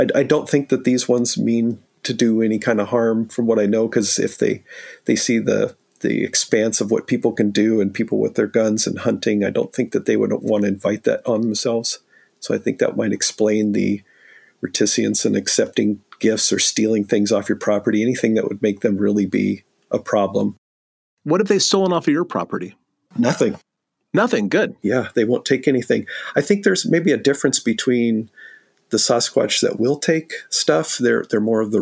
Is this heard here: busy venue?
no